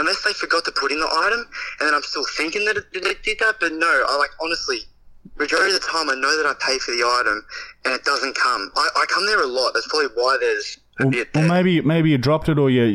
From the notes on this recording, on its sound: Angry McDonalds Manager Prank Call! Then we prank call a guy pretending to be an annoyed McDonalds manager.